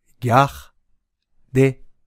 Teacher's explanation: 語尾の r は発音しないので、でだけです